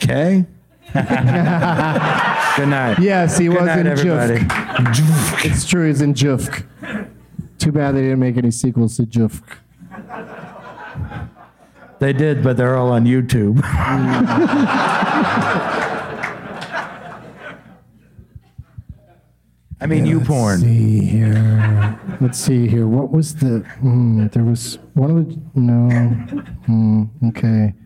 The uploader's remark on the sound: Live from Goodnights Comedy Club in Raleigh.